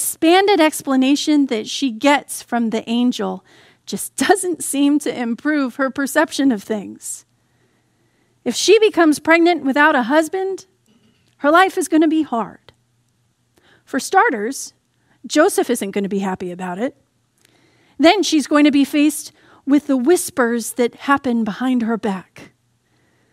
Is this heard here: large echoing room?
yes